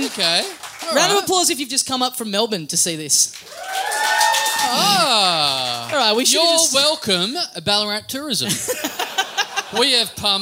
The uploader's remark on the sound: Recorded LIVE at The Main Bar in Ballarat